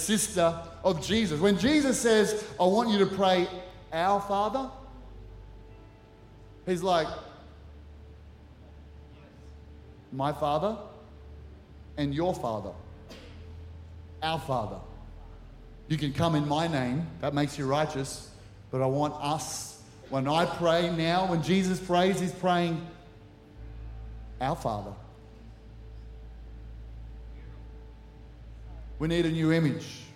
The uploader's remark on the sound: Recorded during our 9am service on Sunday, the 1st of October 2023.